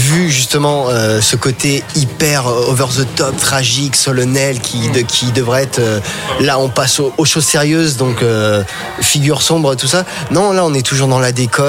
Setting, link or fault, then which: setting, busy venue